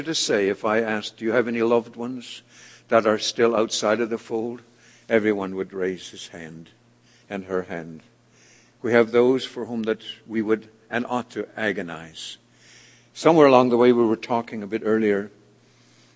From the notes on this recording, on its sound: This audio sermon entitled, A Chosen Vessel, was delivered at The People’s Church of Somerville, NB.